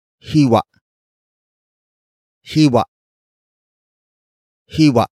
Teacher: Note the glottal stop at the end.